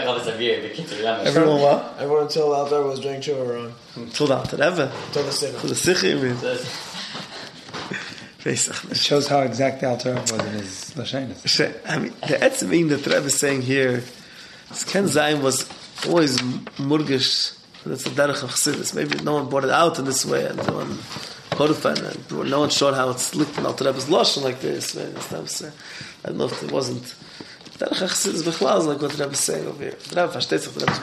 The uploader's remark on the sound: Live Shiur